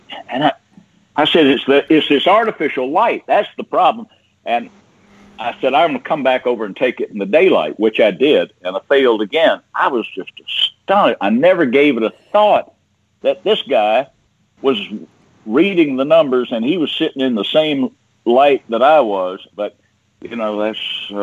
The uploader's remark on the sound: Had some problems with Skype, I think, today and our ability to take callers. Skype to Skype calls could get through however so we had a good group.